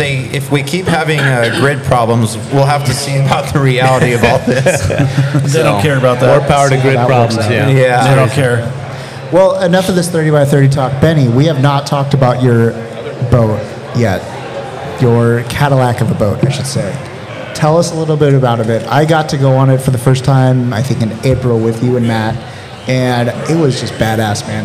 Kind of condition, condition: setting, live audience